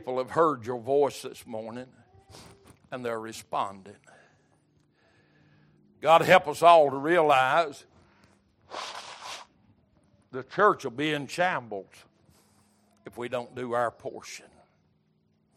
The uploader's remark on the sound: Recorded February 5, 2023 - Sunday Morning Service